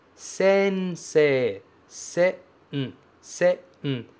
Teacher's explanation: Aqui a gente tem um N no meio. Eu não falo sen, sensei, e sim sensei, se-n, se-n, sem nasalizar o E